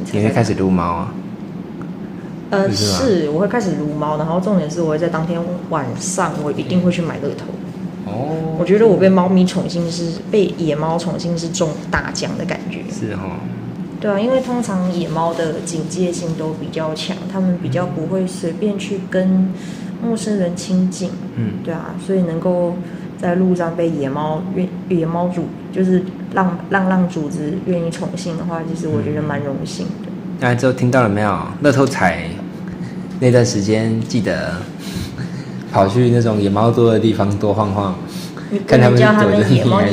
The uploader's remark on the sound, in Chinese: 這次來到外面錄音